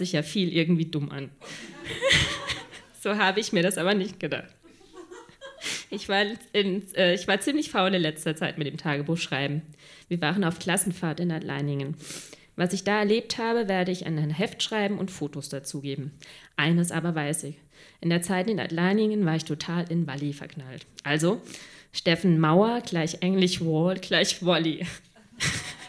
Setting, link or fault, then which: setting, live audience